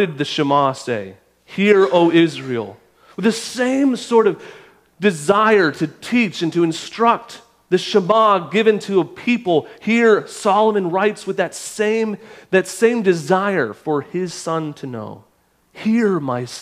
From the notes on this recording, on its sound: At our recent Definitions conference we had a great Q&A session